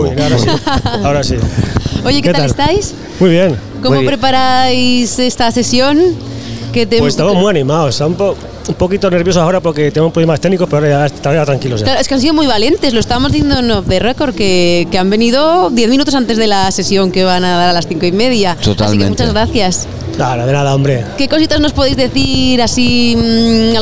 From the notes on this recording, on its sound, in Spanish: Extraído de la retransmisión en directo de la primera edición de Gramola , la feria de la música aragonesa. Sexto podcast extraído de la retransmisión en directo de la primera edición de Gramola , la feria de la música aragonesa.